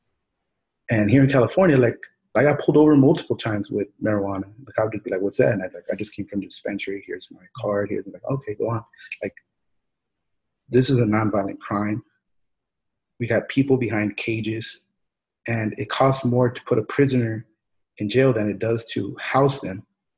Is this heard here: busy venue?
no